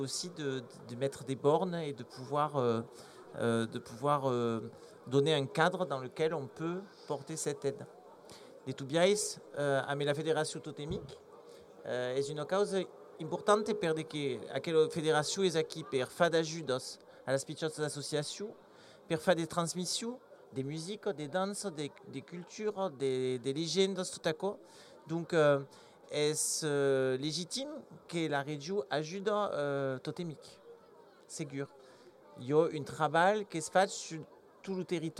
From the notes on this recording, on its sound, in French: Émission live de RG3000 à l'occasion d'une Totémiade sur le site du Pont du Gard, événement Eurorégion